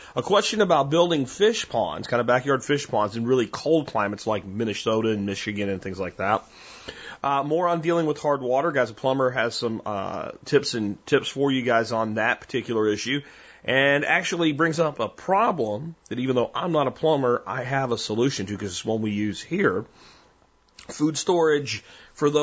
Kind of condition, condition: link, phone line